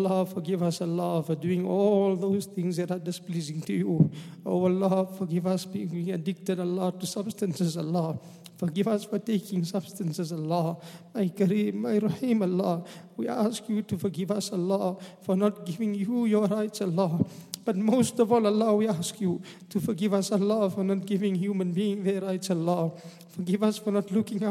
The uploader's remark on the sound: at the Houghton Masjid (West Street)